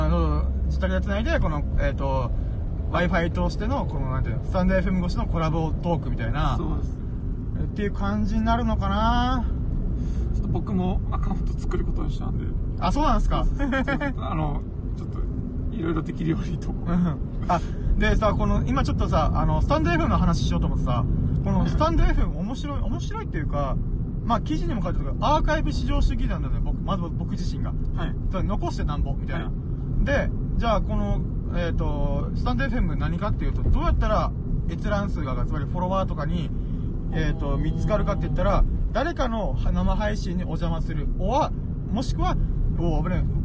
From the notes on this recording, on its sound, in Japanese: ダラダラドライブトーク。コラボ収録。